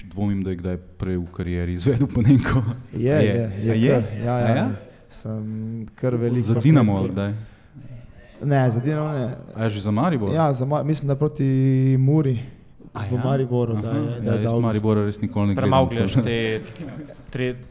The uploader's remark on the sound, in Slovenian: V Kozlerjevi dvorani Pivovarne Union smo v živo pred občinstvom gostili.